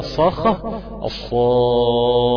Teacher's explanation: كل صفات الهاء ضعف، صفات ضعف جدا، حرف الهاء ده بيخشى عليه من الضياع اصلا